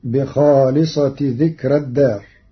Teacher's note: مع ترقيق راء ذكرى وصلا لأن الفاصل ليس حرف استعلاء